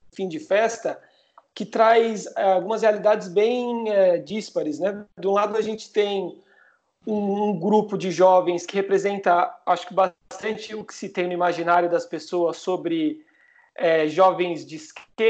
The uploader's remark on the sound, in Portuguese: Programa gravado à distância, já que o estúdio da Central3 está fechado por conta das medidas de segurança da quarentena.